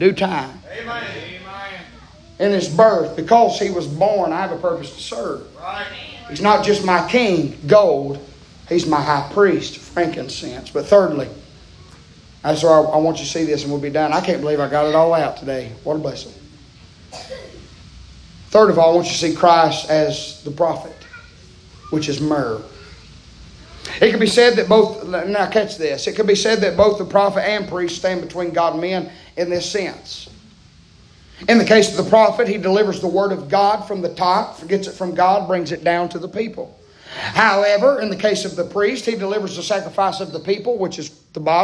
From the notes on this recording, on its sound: preaching Live from Still Water Baptist Church